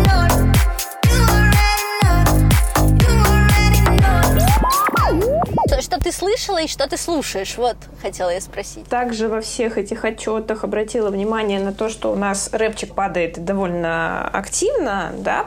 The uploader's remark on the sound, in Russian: Теперь мы не помещаемся вдвоём в одну машину и записываем подкаст по телефону. Пробка на Ярославке подарила нам два с лишним часа душевной болтовни.